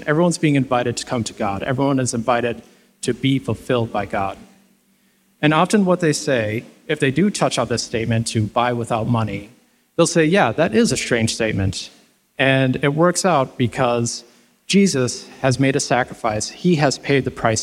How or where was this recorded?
live audience